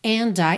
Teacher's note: Quando a gente tem ND e depois uma vogal, esse D pode sumir ou pode servir de ligação. A gente tem as duas opções.